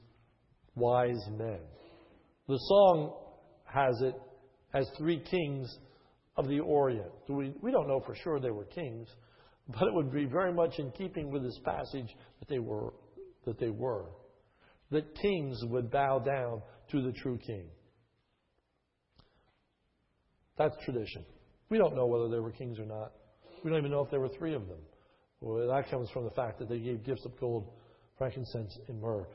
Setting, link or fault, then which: setting, large echoing room